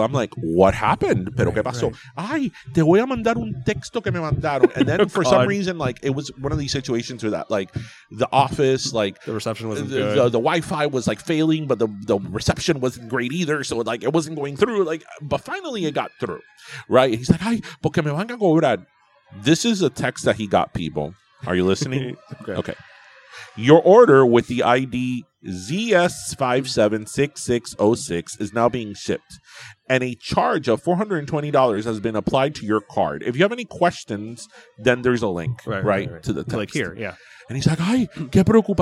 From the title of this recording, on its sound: Live from The (Youth) Fair!